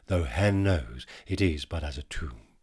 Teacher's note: heaven is pronounced with one syllable here, hen